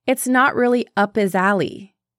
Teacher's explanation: His sounds like is when it's preceded by a consonant.